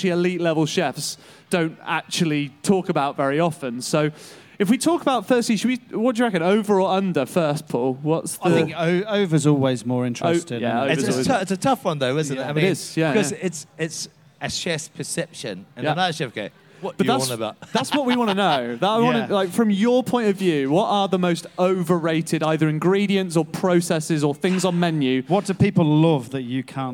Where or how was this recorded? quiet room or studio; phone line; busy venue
busy venue